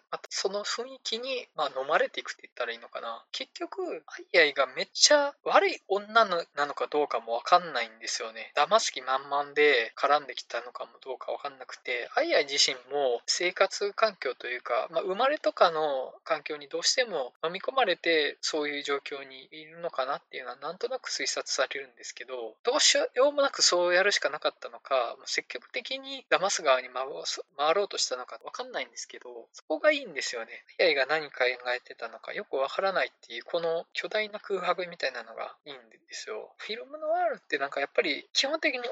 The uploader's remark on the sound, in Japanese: 音質が悪すぎたため、可能な限りで音質改善しました。(でも全然音悪いです。)